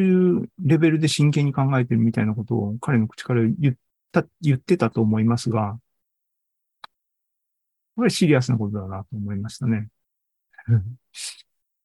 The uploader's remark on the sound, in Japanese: ２０２３年６月２４日に開催した ZOOMライブの模様です